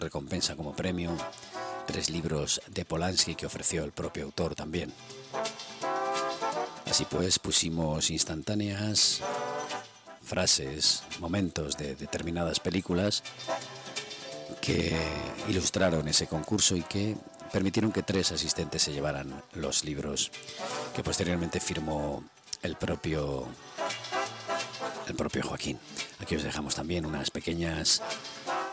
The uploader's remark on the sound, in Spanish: Desde el Forum de la Fnac de Valencia, damos forma a una experiencia Radiovisual. Interactuando con el ´publico asistente.